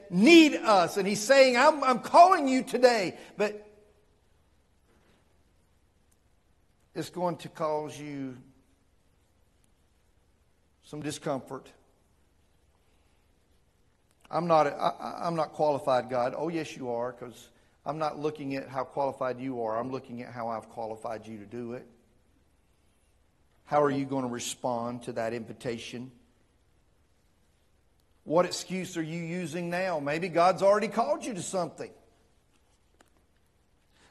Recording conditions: large echoing room